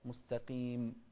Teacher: القاف مفخمة لكن أقل تفخيما من غيرها لأنها مكسورة